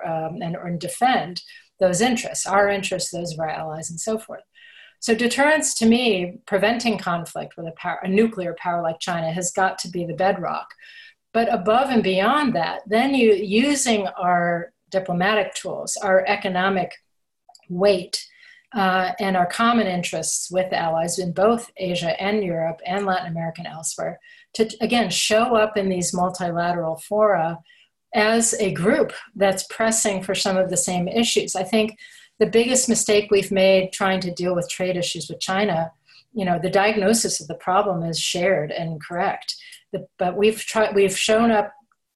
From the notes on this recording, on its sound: A virtual keynote discussion during the 2020 Future Strategy Forum.